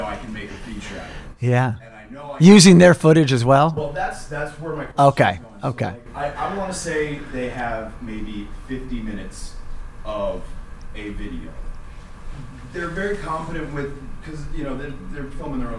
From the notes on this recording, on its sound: Produced a live workshop at the Mystic Film Festival entitled Documentary & Podcasting Production 101. The interactive & engaging event covered all things from concept to distribution, answered countless questions from attendees, and was recorded in an effort to reach even more people.